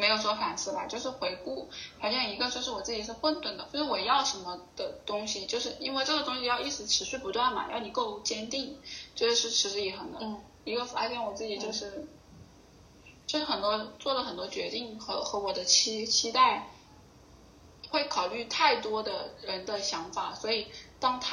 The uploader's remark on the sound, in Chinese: 关于节目目前收音不太好的原因